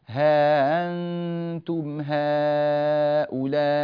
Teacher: ولنا توسط ها أنتم وتوسط هؤلاء